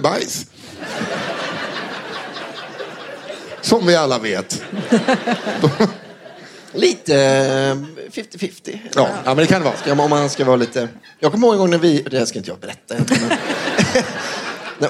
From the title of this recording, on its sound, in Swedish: Live på Scala